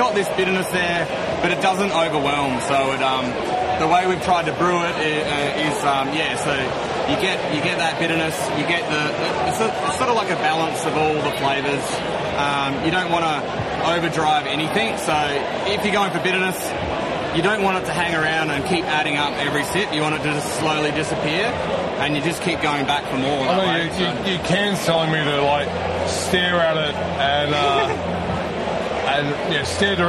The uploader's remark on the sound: It's the second episode we recorded at the 2023 Williamstown Beer & Cider Festival. It's a live recording so there's a bit of background noise.